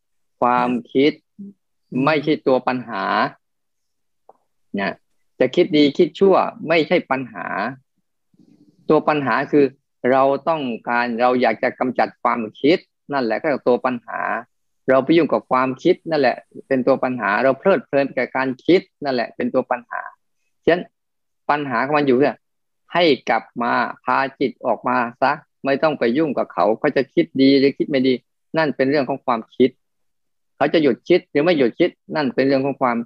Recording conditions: video call